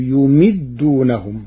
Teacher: قرأ ورش كلمة يمدونهم بضم الياء وكسر الميم من أمد الرباعي، فتصير وإخوانهم يمدونهم.